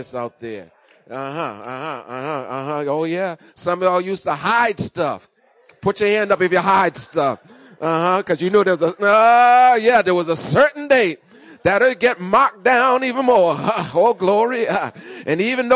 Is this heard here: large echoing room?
yes